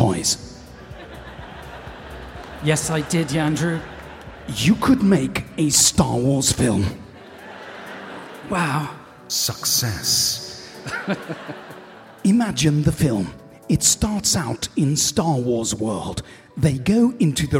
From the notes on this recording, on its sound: Recorded in front of a live audience at The Royal Festival Hall on London's South Bank on 12th December 2023.